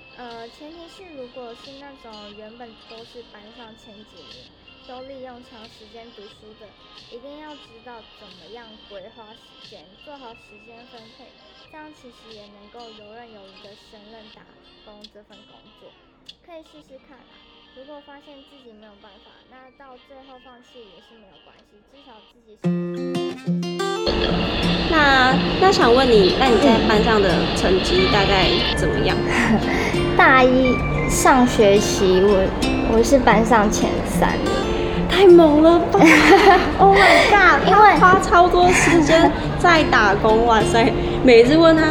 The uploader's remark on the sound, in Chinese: 背景都有些雜音， 目前還是想如何調整訪問的錄製方法， 有透過後製盡量降低，但還是有點大聲